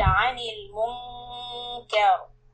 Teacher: here the noon will be soft and the raw will be heavy. · Term: إخفاء